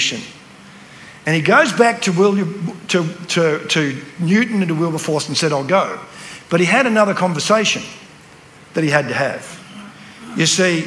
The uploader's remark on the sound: at the CRC National Conference in 2023 held at Diggerland Church in Redcliffe Victoria